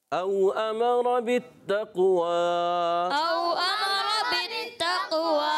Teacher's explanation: واو مدہ کو کھینچیں گے اور واو لین کو نہیں کھینچیں گے